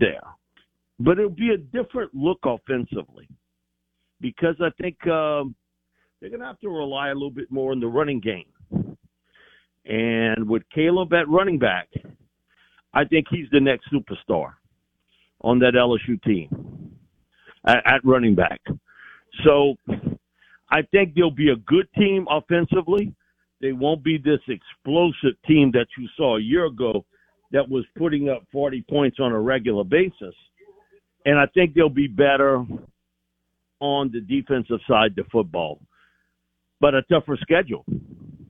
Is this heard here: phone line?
yes